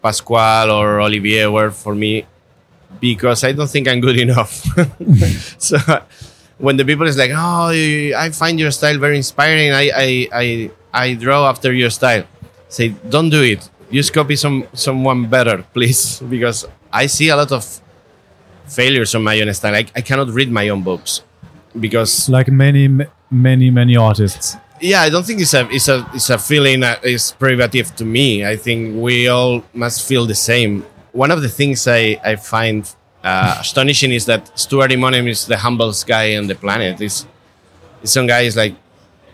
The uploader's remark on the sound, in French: Au cours du Paris Fan Festival qui se tenait au mois d'avril passé. Au cours du Paris Fan Festival qui se tenait au mois d'avril passé.